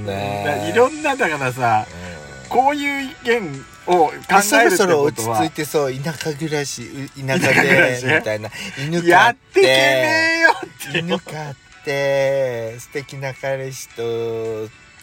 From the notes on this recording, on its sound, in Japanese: 2人組。パーキング収録。